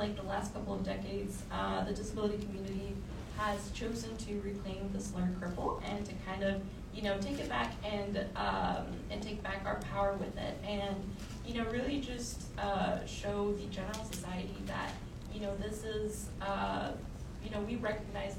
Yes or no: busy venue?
yes